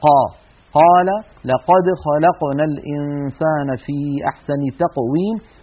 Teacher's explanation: أن القاف مجهورة وأنها شديدة كما أنها مستعلية وهي منفتحة. وأما الصفات التي لا ضد لها فقد اتصفت القاف بصفة واحدة منها وهي صفة القلقلة.